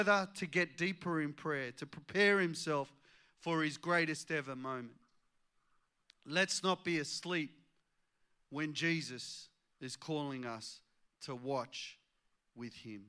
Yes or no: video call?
no